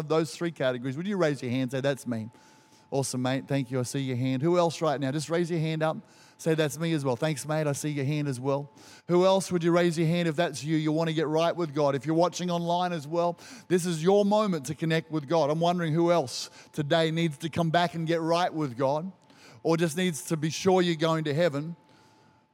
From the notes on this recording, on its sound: Recorded during our 9am service on Sunday, the 21st of May 2023